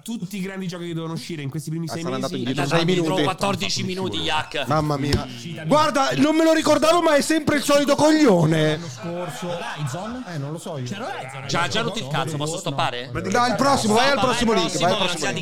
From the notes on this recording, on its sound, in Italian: nell'evento live tenutosi al White Rabbit di Roma con la partecipazione del Pubblico